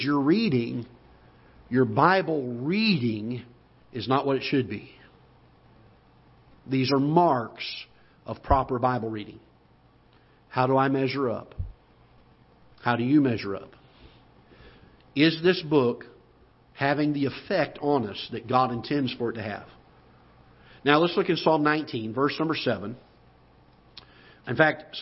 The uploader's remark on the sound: Ketha Heights Baptist Church ~ Live Broadcast